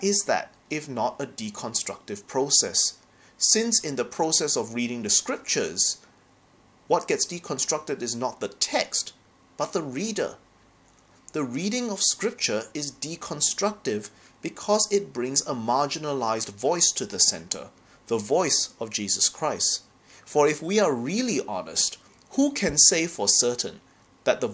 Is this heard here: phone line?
no